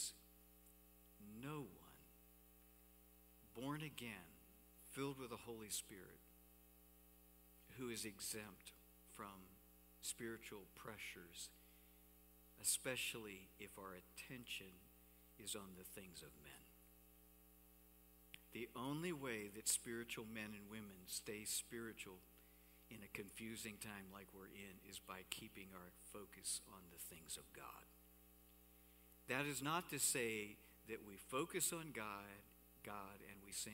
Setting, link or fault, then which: setting, large echoing room